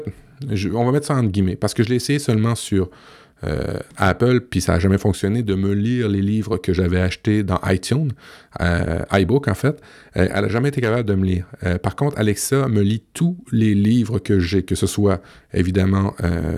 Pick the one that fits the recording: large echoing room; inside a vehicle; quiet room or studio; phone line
quiet room or studio